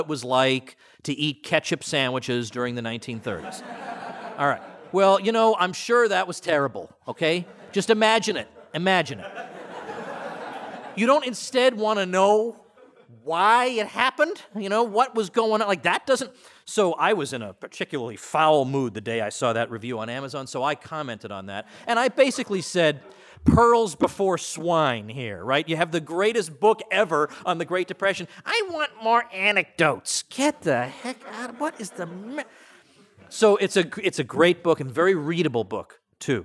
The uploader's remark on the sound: opening lecture at Mises University 2017